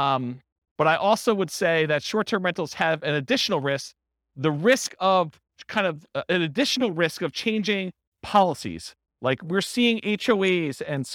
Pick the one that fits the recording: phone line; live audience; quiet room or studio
live audience